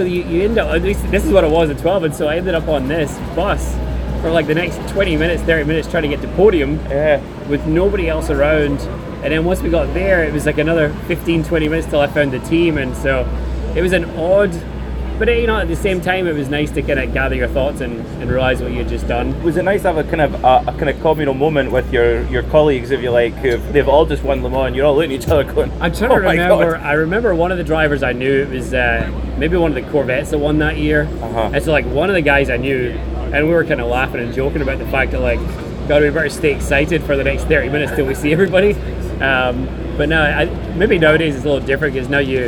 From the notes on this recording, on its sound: Live from Daytona. Sits down outside the Starworks motorsports trailer in the Daytona paddock.